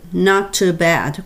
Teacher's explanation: ここの not っていう t と次の to の t が重なったこの時っていうのは絶対的に1個の t は落ちるんですよ。前と前の一番最後の単語の一番最後の語と次の語の頭が同じアルファベットだとしたら必ず1個になるんですよ。not too bad っていうのに切らないってことですね。t1個落ちる。not too bad これは他のでも一緒です。p と p が一緒にくっ p で終わってて p が次の頭に来たら1個の p になって1個は落ちるっていうことになるので、はい、not too bad ここは